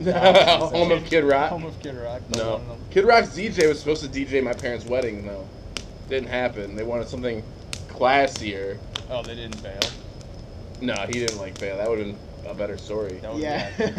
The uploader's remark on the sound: By A Campfire. We tried out a new webcam and it did an all right job capturing the audio and a great job taking the video mostly.